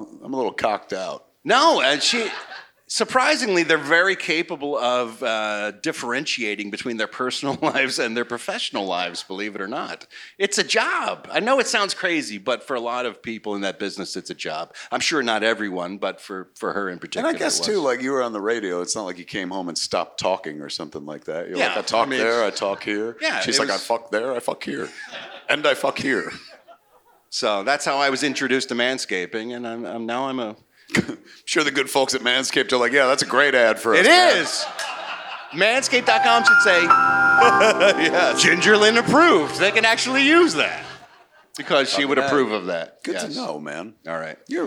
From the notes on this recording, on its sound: perform live at the Mooby's Pop-Up at San Diego Comic-Con 2023!